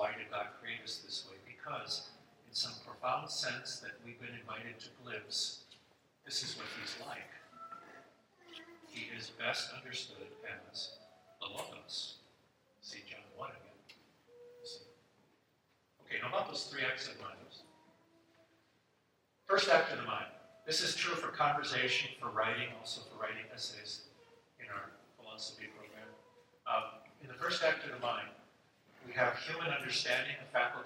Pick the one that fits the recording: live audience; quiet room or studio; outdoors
live audience